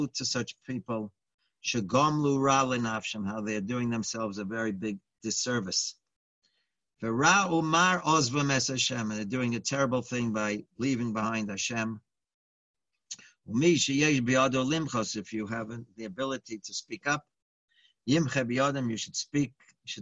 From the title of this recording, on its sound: Live On Zoom